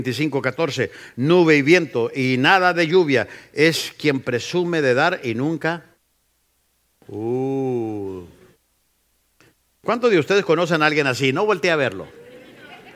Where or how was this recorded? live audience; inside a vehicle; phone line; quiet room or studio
live audience